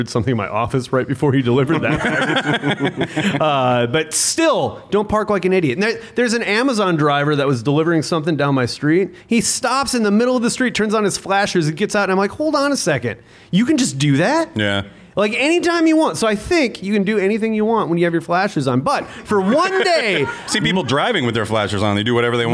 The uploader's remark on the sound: LIVE IN OMAHA. First Live Episode from Backswing Brewing Company in Omaha!